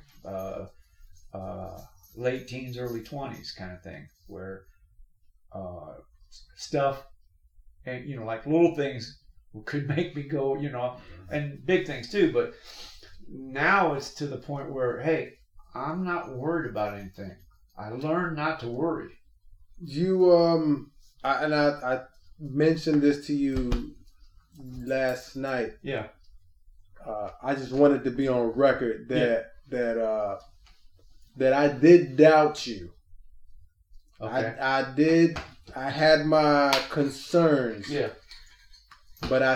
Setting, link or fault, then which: fault, poor sound quality